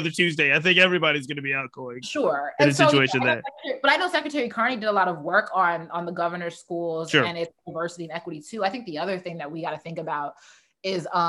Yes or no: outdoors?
no